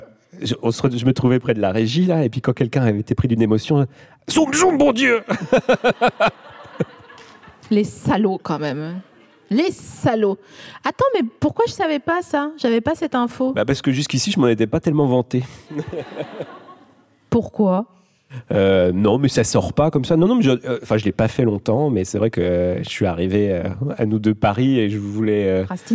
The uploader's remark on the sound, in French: Produit par Binge Audio, enregistré en mars 2022 à la Scala Paris.